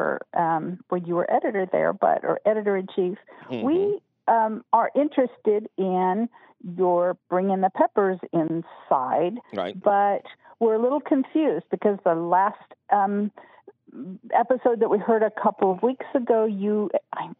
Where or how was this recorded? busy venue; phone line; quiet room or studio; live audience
phone line